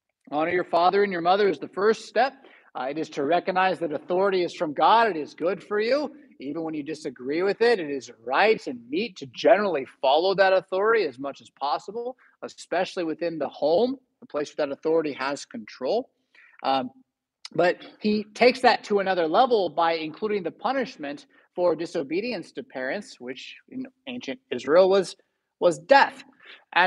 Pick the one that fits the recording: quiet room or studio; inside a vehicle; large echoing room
large echoing room